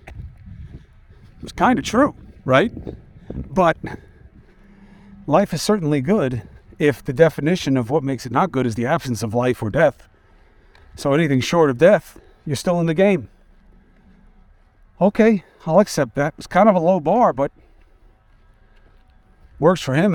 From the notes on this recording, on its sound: Walk and Talk.